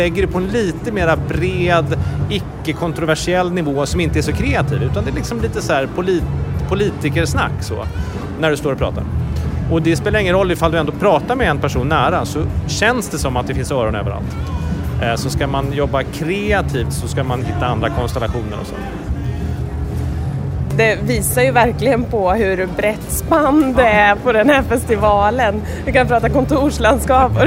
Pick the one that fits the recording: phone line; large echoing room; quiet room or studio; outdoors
outdoors